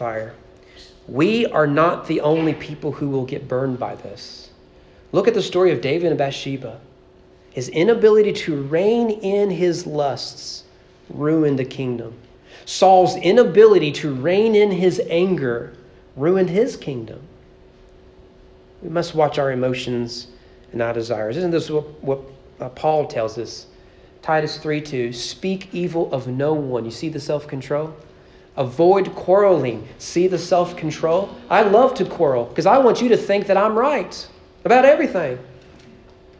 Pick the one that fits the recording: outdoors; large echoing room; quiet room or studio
large echoing room